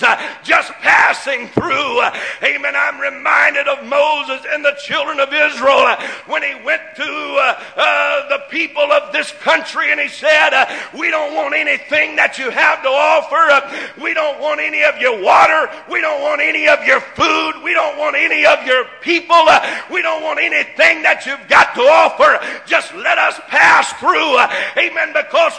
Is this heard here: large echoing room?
yes